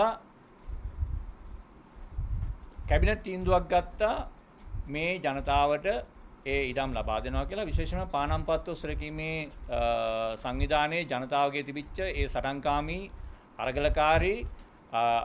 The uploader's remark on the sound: Media Conference, Unedited. Colombo.